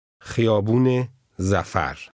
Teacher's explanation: slight extra sound that links street with the street name · Term: linking sound